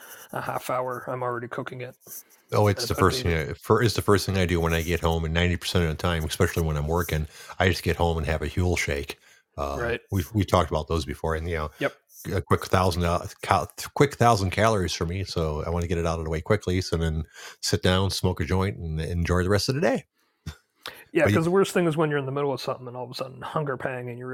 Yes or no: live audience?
no